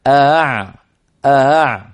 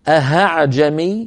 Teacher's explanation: الهمزة الأولى محققة والثانية همزة ليست شديدة، ليس فيها قفل للمخرج · Shown in: first take · Term: بتسهيل الهمزة الثانية